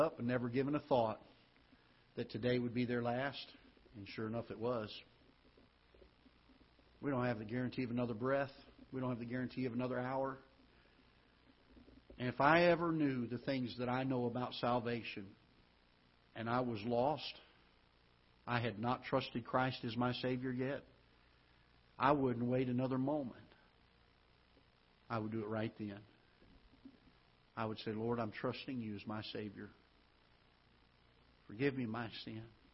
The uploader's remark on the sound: Ketha Heights Baptist Church ~ Live Broadcast